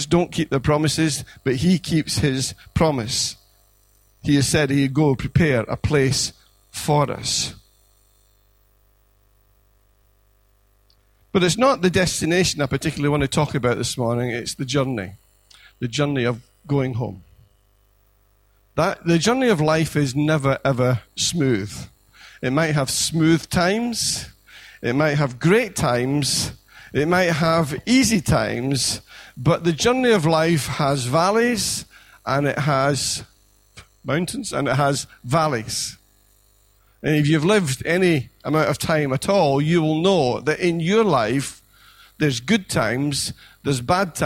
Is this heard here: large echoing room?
yes